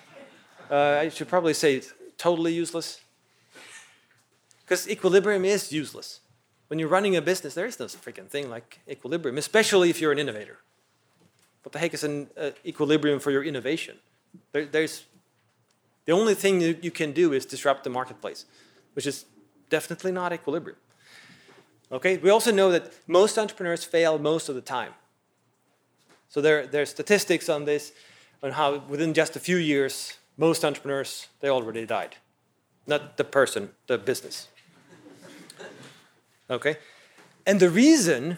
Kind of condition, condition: setting, large echoing room